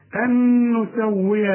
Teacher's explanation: نون بعدها نون إدغام بغنة، أن أعملها نون واحدة